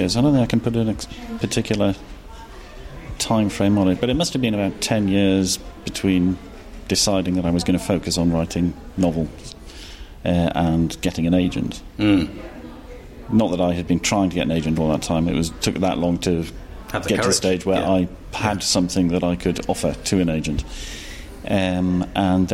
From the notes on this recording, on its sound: Harrogate Crime Festival ’22 Special. The Hobcast Book Show comes from the world's biggest crime writing festival, the Theakstons Old Peculier Crime Festival set in the grounds of the Old Swan Hotel in Harrogate. Back to full capacity for 2022, the event was a huge success.